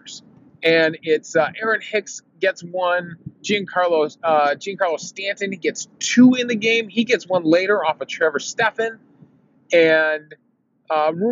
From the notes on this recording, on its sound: I recorded this episode driving home from the game in my car.